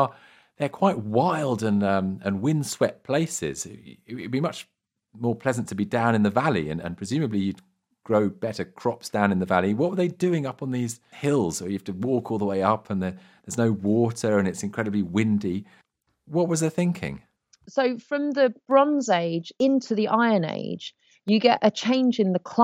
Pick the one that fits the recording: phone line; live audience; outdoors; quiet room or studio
quiet room or studio